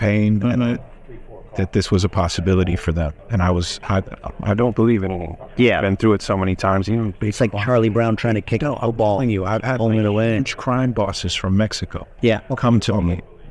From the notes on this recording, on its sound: recorded on-site at Benzinga Cannabis Conference